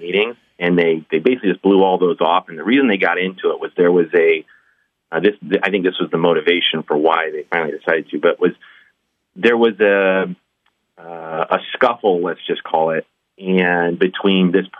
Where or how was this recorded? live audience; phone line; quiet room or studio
phone line